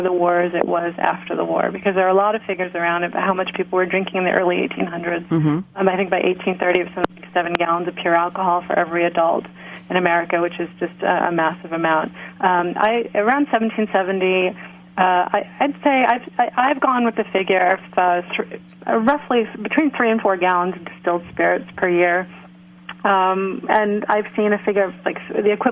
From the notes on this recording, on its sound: via phone